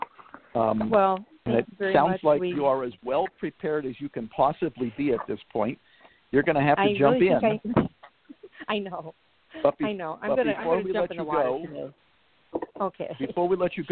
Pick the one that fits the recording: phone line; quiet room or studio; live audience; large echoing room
phone line